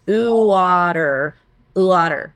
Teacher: Your mouth moves quite a bit. And so for the wah sound that ventriloquists are doing, they substitute it with two sounds, oo and ah, which you do not need to open your mouth for